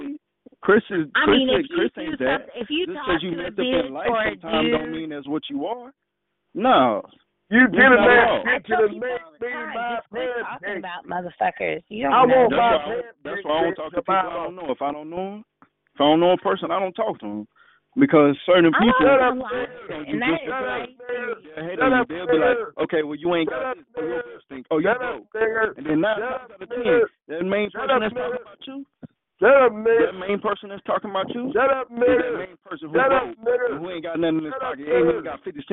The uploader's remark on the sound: Conference Call